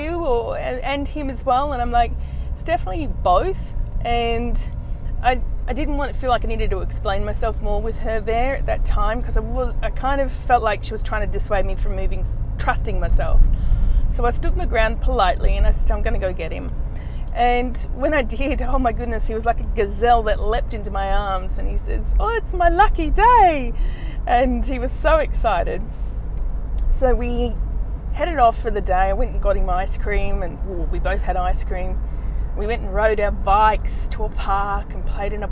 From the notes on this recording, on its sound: Today's episode was recorded while driving in my car again.